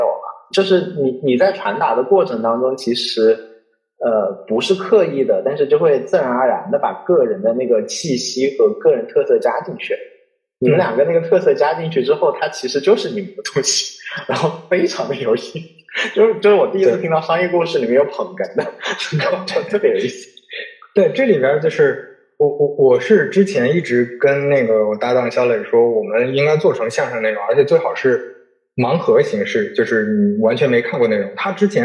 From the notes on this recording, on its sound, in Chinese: 本期收音环境不佳，建议尽量公放、或将耳机音量调低一点点收听。